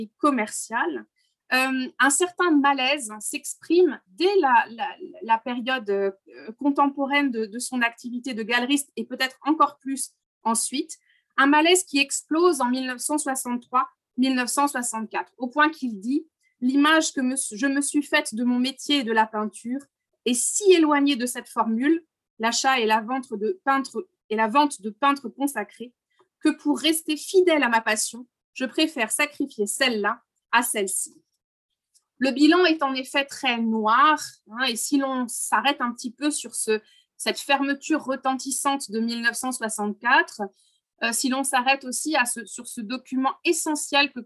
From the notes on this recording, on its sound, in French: Enregistré sur Zoom.